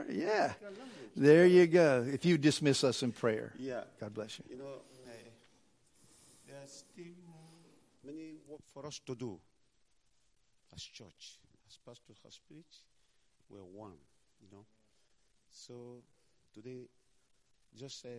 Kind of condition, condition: setting, large echoing room